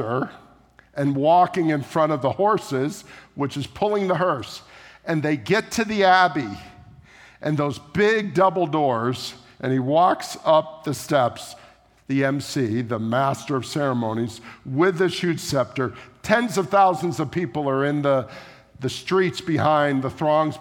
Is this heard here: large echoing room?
yes